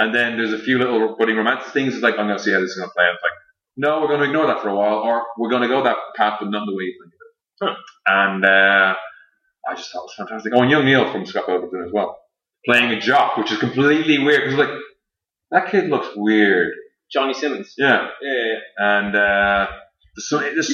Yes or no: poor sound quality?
yes